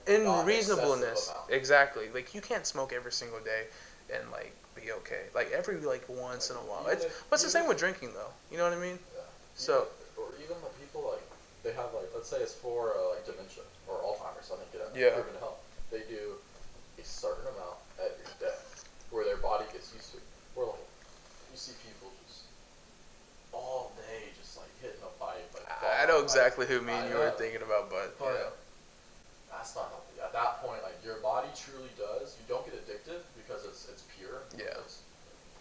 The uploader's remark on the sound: We are still getting use to our equipment so some minor technical issues